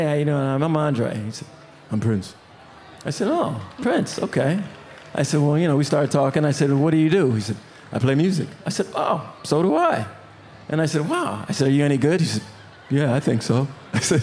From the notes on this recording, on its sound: Recorded before a live audience at the Minnesota State Fair.